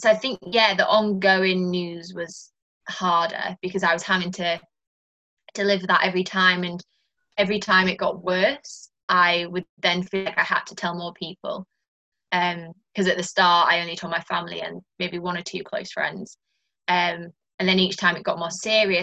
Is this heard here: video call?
yes